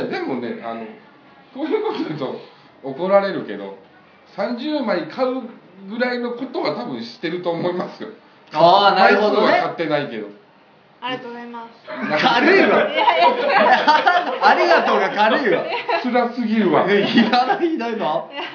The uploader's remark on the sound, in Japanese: 鹿児島公開収録編。SHOWROOMでも同時配信の回！